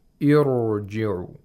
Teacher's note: the ra in this word, which is sakin, even though it's preceded by a letter that has kasra, we don't pronounce it with tarqiq. We pronounce the ra with tafkhim. This is one of the conditions for tafkhim of ra sakina.